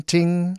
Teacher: In Chinese, it's pronounced ting, first tone, ting.